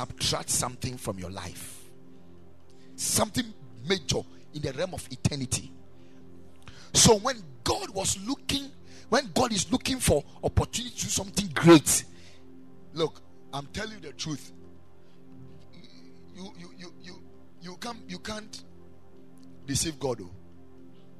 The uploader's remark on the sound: Preached at the Ekklesia Chapel